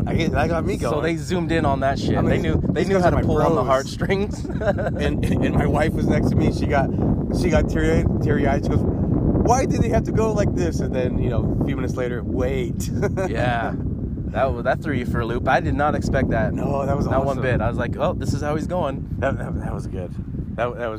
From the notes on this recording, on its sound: We are recording on the beaches of San Diego while visiting family